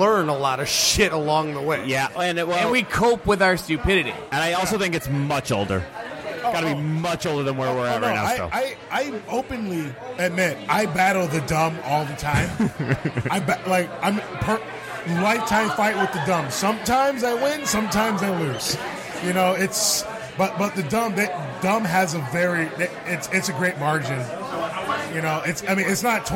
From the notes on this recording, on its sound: Live from Old Shillelagh